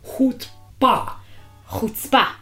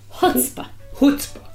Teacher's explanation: in America, the accent's on the first syllable. · Shown in: second take